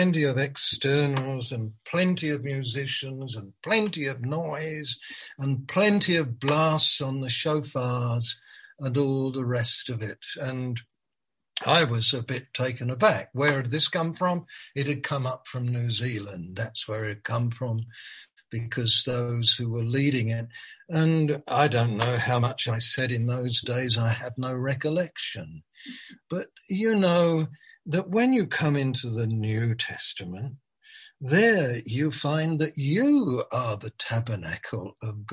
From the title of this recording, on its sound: Malaysia Meets (Zoom)